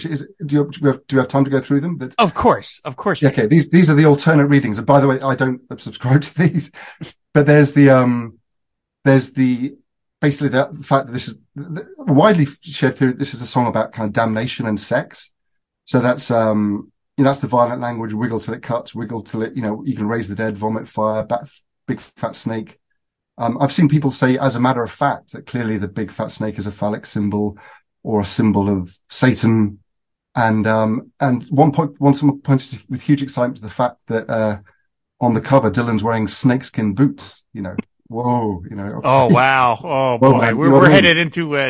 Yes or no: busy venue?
no